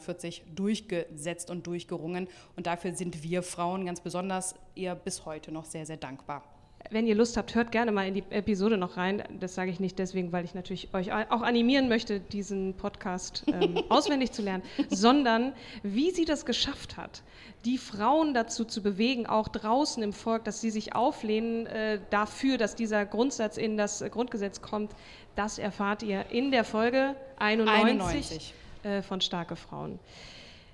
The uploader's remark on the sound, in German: Live-Auftritt Starke Frauen beim Podfest im Selina Berlin. Wir waren das erste Mal zusammen nach vier Jahren live vor Publikum in Berlin im Hotel Selina durch das Podfest Berlin.